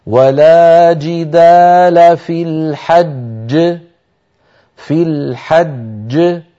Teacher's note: في الحج وقفنا على جيم مشددة والجيم المشددة تتألف من جيمين الجيم الأولى مدغمة والجيم الثانية كانت متحركة في الوصل فسكنت للوقف فلما سكنت للوقف لابد من قلقلتها